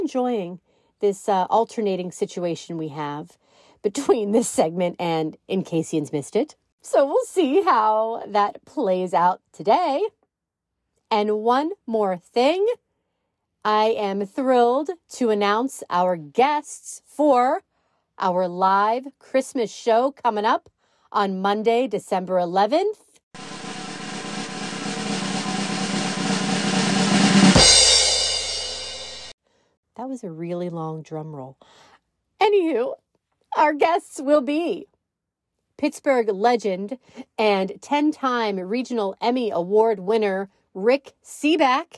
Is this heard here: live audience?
no